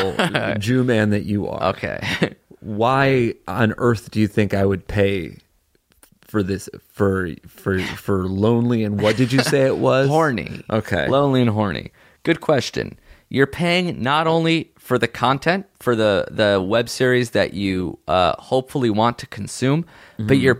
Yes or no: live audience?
no